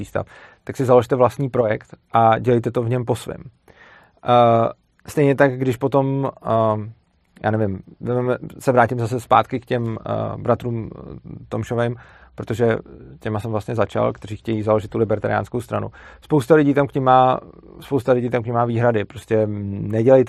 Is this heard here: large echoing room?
no